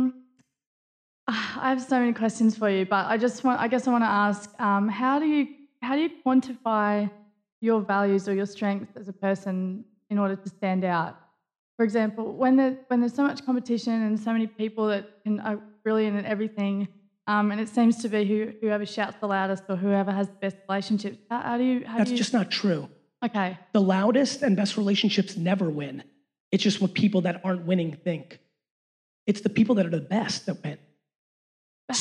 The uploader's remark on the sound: A Keynote: #SXSW 2017 LIVE Q&A.